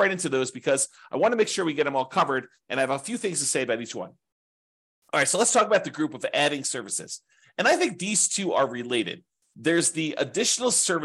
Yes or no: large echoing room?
no